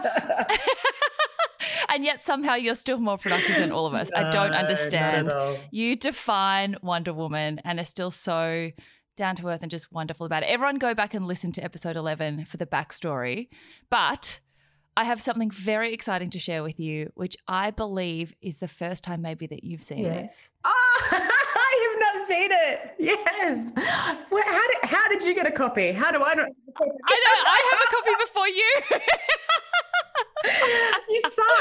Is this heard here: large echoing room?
no